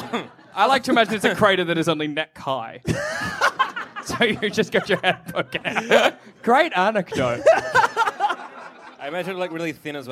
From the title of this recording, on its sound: Live from MICF